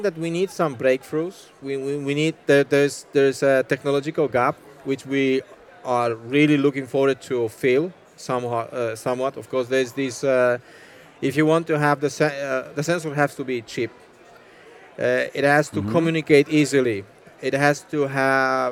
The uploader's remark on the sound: Fireside chat recorded at World Water Congress 2022, in Copenhagen, Denmark.